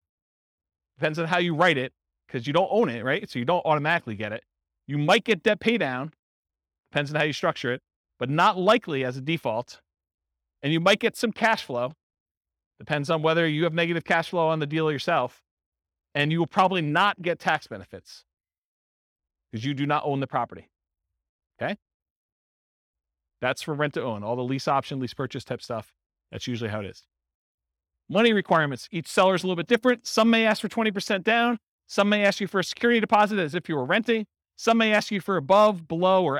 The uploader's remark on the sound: Real estate entrepreneurs in Evansville, Indiana. This was a live class recorded.